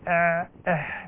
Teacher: أقصى الحلق يخرج منه الهمزة والهاء، ووسط الحلق يخرج منه العين والحاء